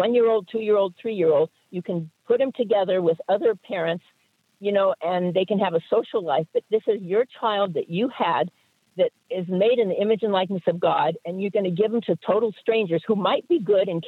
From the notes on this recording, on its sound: we take your calls in open phones across America.